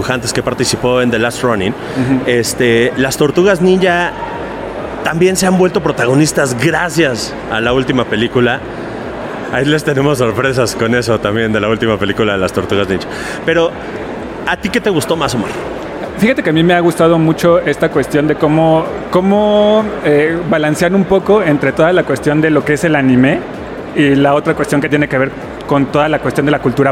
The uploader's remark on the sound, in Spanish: Recorrimos los pasillos de la AniMole 2023 y les grabamos un episodio desde la cabina de Sonoro. Recorrimos los pasillos de la AniMole 2023 y les grabamos un episodio desde la cabina de Sonoro.